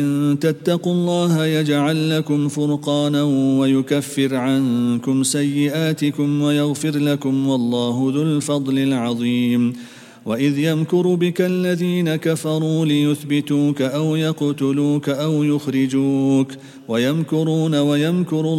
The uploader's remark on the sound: at the Houghton Masjid (West Street)